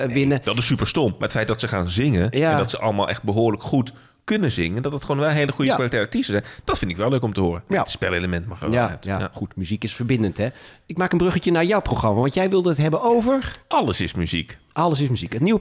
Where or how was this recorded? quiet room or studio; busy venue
quiet room or studio